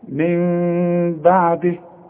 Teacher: اذا هنا مش هضم شفايفي، هيحصل انفراج في الشفايف خفيف علشان يحصل الاخفاء، ما تضم الشفايفك. · Term: اقلاب